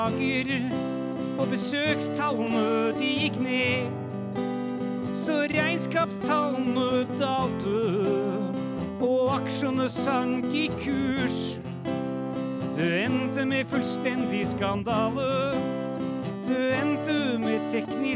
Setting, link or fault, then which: setting, large echoing room